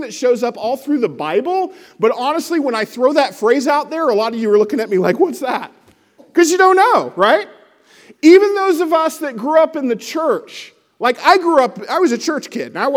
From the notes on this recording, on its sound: Lesson presented at The Crossings Church Collinsville in Collinsville, IL – a non-denominational church that meets Sunday mornings at 2002 Mall Street, Collinsville, IL just outside of St.